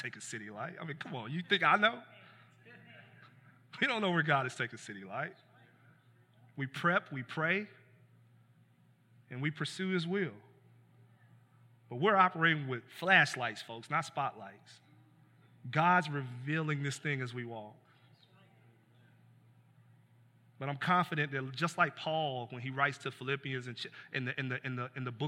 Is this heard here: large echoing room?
yes